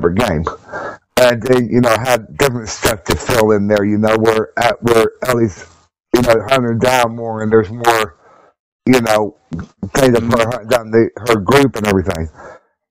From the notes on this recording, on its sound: We recorded for the first time on riverside. I will try to get the best quality I can out of this audio.